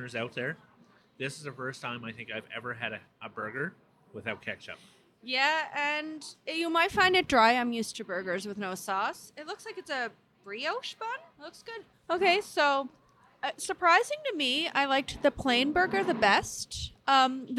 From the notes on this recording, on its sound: This week we are on location at Avenida Food Hall.